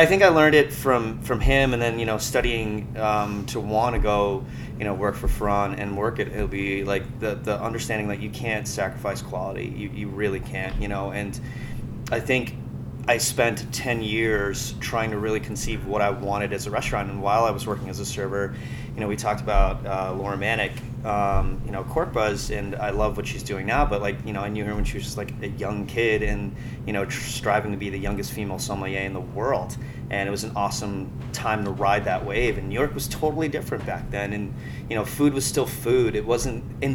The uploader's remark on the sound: Live from Midnights Brooklyn